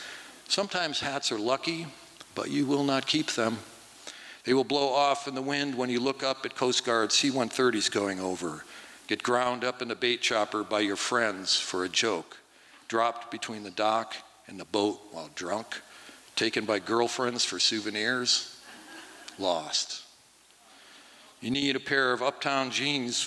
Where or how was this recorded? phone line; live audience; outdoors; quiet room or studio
live audience